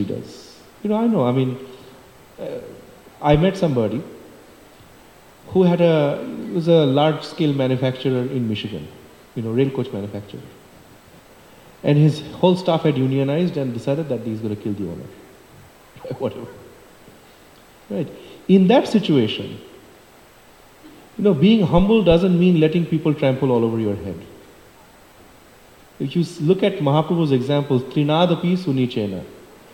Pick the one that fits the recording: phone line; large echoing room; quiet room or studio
large echoing room